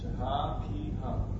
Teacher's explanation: El segundo A es doble y el I también es largo.